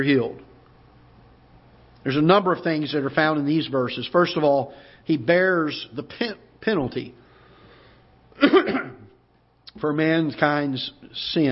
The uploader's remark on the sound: Ketha Heights Baptist Church ~ Live Broadcast